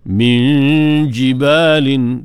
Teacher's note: dengung, nun mati, jumpa dengan jim, ikhfa hakiki